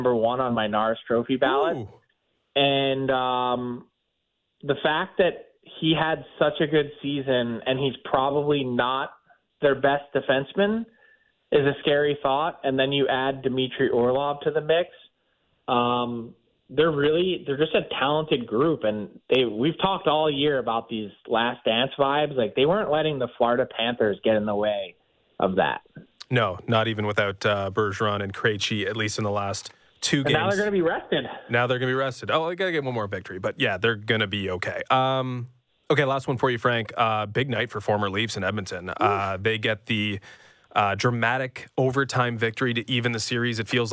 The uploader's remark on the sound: we open the phone lines to take your calls